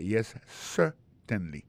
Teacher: accent tombé sur premier syllabe là · Term: accent tonique